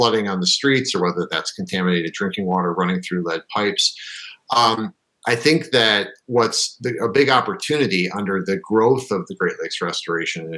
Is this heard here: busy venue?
no